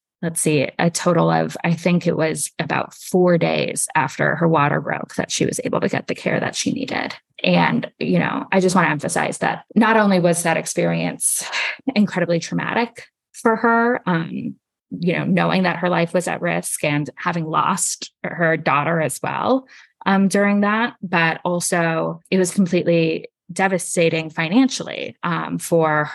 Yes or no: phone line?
no